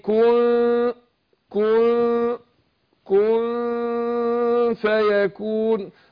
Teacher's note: شوف الفاء بتخرج من بطن الشفة السفلى مع اطراف الثنايا العليا